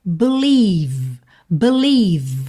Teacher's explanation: você termina o som no V. O primeiro vai ter um som muito fraquinho, b, b, é um som a, não é e, tá?